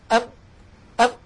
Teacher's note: أم أن أم، لما أقول أم يحدث أمران، تنطبق الشفتان ويخرج من الخيشوم عن طريق فتحتي الأنف صوت، مجموع هذا العمل يشكل حرف الميم. بدليل لو أني سددت الأنف وقلت ونطقت ميم ساكنة يختل الصوت